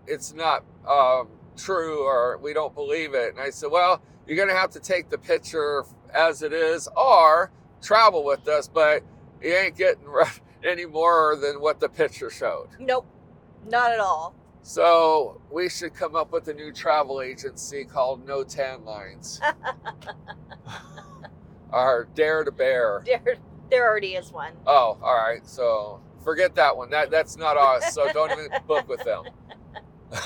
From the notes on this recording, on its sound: We just turned on our microphones while driving from Florida to Indiana.